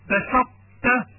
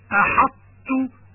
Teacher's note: إدغام الطاء بالتاء مع بقاء صفة الإطباق